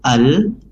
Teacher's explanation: alif lam di sini masuk ke huruf ta secara langsung · Term: alif lam syamsiah